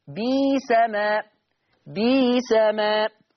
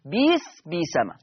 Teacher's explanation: يبقى بئس هتبدل ياء فتصير بيس · Term: الإبدال